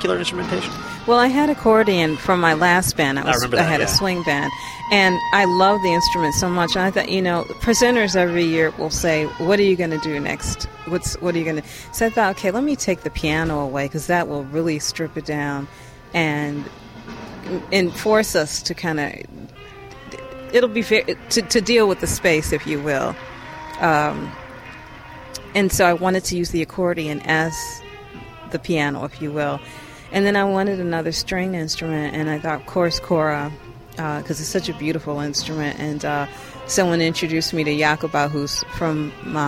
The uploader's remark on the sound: A collection of short interviews recorded at the 2009 Tanglewood Jazz Festival in Lenox, MA